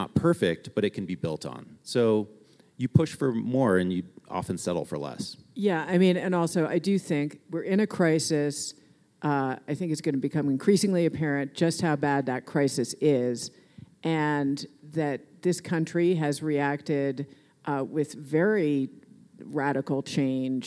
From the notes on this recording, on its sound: Live in Denver! For our first live episode, The War on Cars heads to Denver, Colorado. At the Moving People Forward Conference in Denver, Colorado presented by Bicycle Colorado.